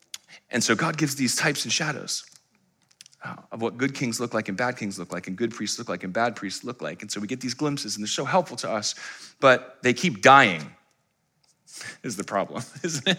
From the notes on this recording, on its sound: Live stream of our Good Friday Communion Service.